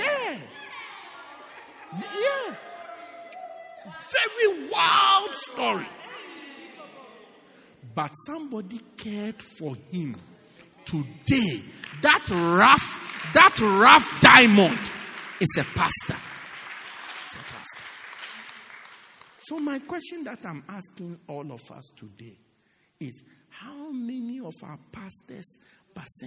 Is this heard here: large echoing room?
yes